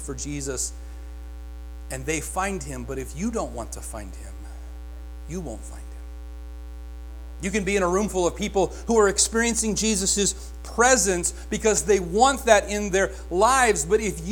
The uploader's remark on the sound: Join us Sundays at Faith Free Will Baptist Church in Chandler. Here is our Sunday Sermon recording.